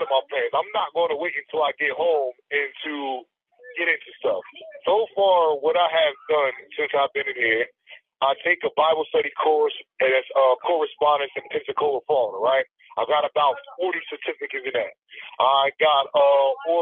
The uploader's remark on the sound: He joins us via phone from inside New Jersey State, Maximum Security Prison in Trenton, N.J.